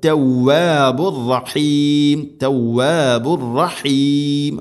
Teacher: പ്രത്യേകം ശദ്ദ് വരുന്ന സമയത്ത് അതുപോലെ കൂട്ടി ഒതുന്ന സമയത്തൊക്കെ അവിടെ തെക്രീർ എന്ന സിഫത്ത് കൂടുതൽ അറ എന്ന ശബ്ദം ഉണ്ടാവരുത്.